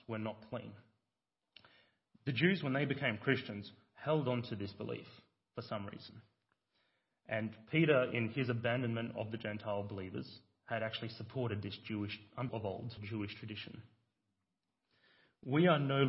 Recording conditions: large echoing room